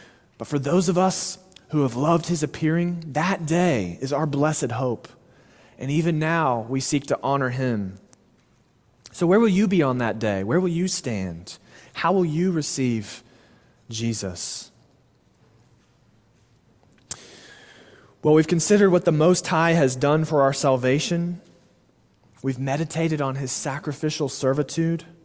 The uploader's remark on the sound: Sermon delivered at Immanuel Baptist Church in Springdale, AR on May 28, 2023.